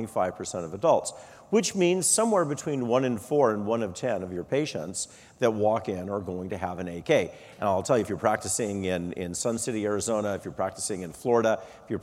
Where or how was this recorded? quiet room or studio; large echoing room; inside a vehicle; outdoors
large echoing room